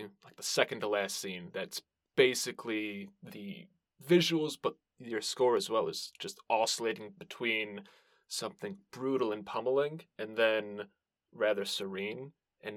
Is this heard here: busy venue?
no